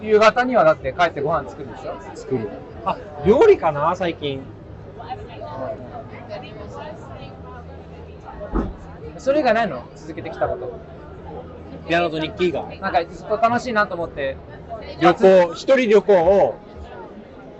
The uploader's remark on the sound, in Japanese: 外収録//。今回のロンダンは初のフィールド収録！シャッター音が鳴るところでインスタに写真載せてるよ。